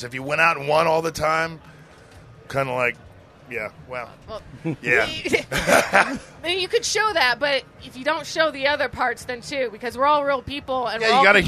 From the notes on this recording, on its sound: live from Roadkill Nights in Pontiac Michigan